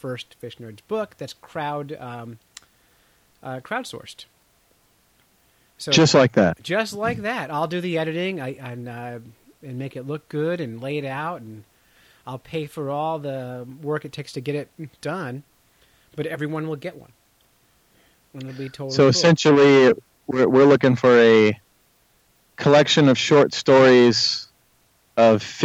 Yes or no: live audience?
no